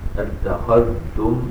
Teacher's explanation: أتخذتم هكذا بالإظهار يعني إظهار الذال